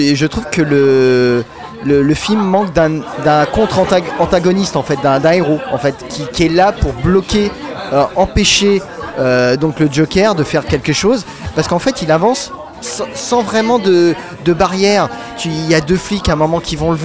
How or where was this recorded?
busy venue